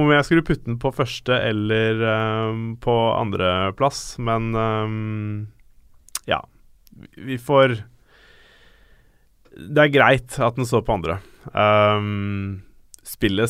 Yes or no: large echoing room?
no